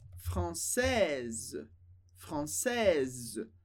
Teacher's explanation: o som Z do final indica que é uma mulher que está falando